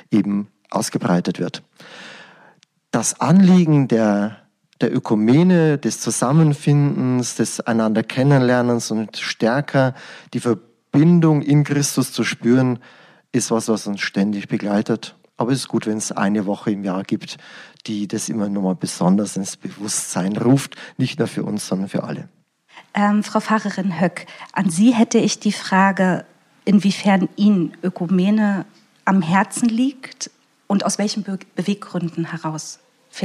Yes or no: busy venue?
no